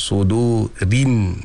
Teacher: kalau ra tu di baris bawah kan bunyinya ri, dia bukan re. Jadi maknanya setiap baris bawah itu akan dibunyikan dengan i, dia bukan e.